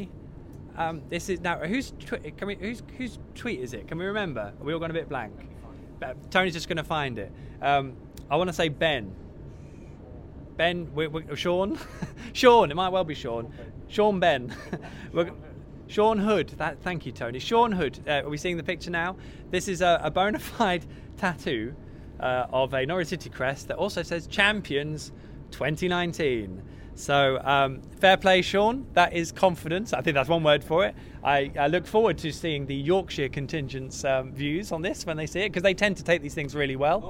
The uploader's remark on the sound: LIVE from The Railway Tavern in Dereham. All Canaries supporters are welcome every week to pop along to the pub and have their say live on the show.